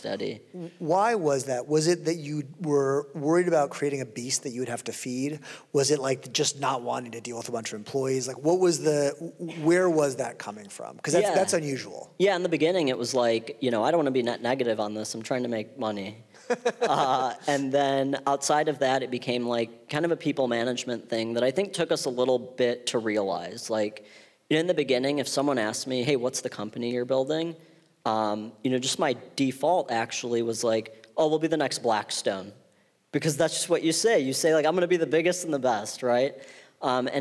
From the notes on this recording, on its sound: on stage at Re-convene '22 in Santa Monica